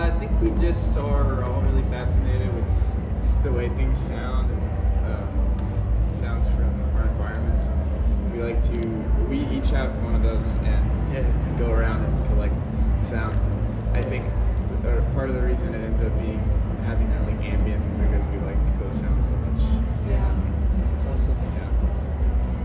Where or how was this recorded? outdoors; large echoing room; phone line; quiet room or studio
outdoors